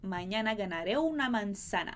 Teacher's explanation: Esses as que estão aí sublinhados, mañana ganaré e manzana, bem abertos